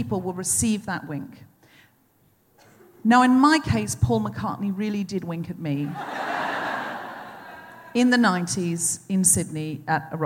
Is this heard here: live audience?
yes